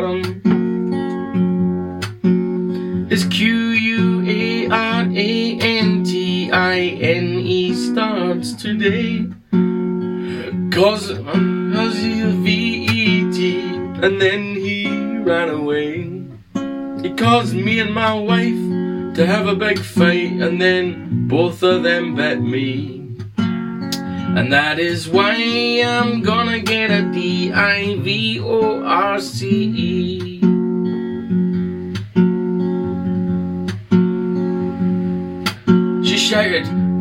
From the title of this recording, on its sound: Phone Demo